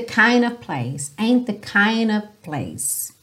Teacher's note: quando a gente tem essa junção kind of alguma coisa, muitas vezes você ouve kinda